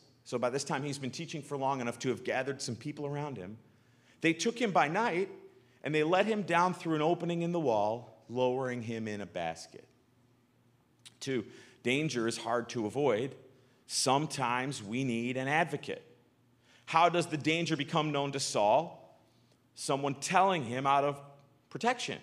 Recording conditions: large echoing room